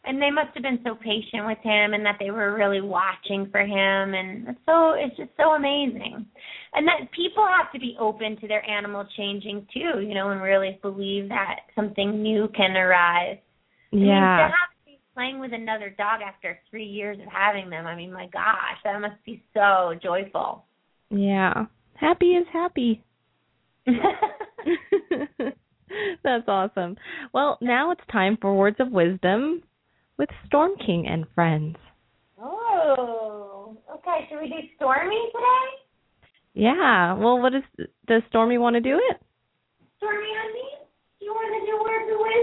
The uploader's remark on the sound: open up the lines for listeners to call